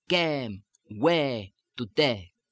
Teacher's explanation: It's the hard A, but only the first stage of the diphthong.